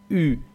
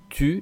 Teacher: Ya hemos visto que la U, que suena como la U española, en francés lleva una O antes. Esta U es intermedia entre una U y una I y podemos conseguir pronunciarla pues poniendo la boca para decir una U, pero cuando vamos a hablar decimos una I. · Term: el sonido U